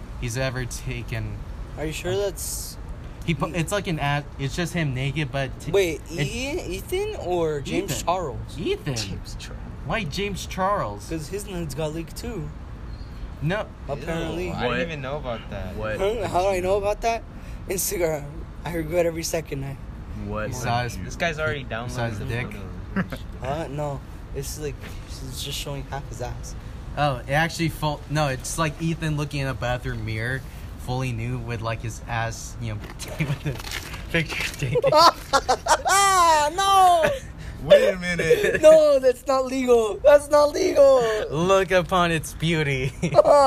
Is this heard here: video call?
no